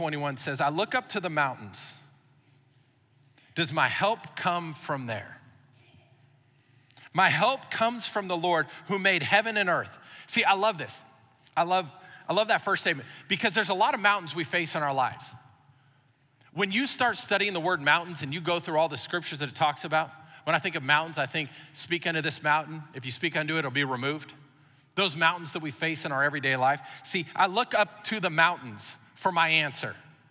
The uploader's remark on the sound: Recorded live during our Wednesday night service